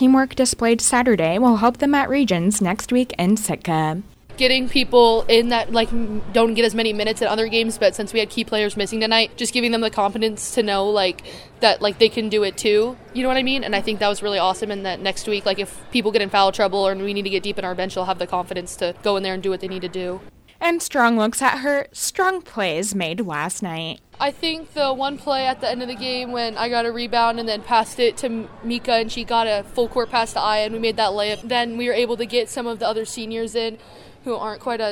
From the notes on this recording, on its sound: The full play-by-play broadcasted live. From the "Thunderdome". This podcast episode was created to document what looks like the last home court game at TMHS. KINY's live basketball coverage.